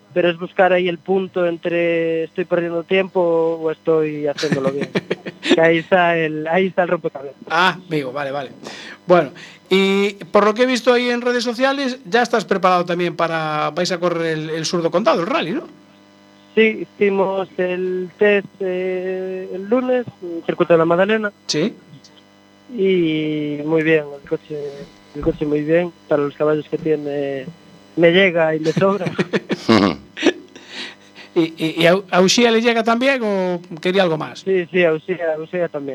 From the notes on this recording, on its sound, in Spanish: tenemos que realizar la llamada por Watsapp